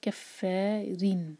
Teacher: کل لا ایک حرکہ کف فا دو حرکہ فا پر شدہ، کیف کو فا سے جوڑا اور پھر فا کو کھینچا کفارین. را جو ہے اس کے نیچے کسرہ کی تنوین ہے تو وہاں را باریک ہونا چاہیے.